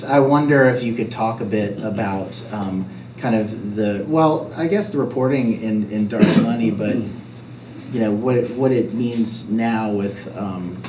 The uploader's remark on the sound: In front of a live audience of students and community members at the University of Vermont.